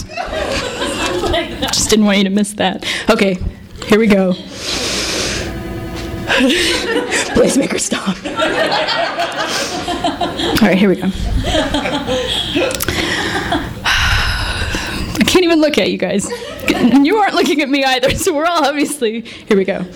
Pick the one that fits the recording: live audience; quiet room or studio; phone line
live audience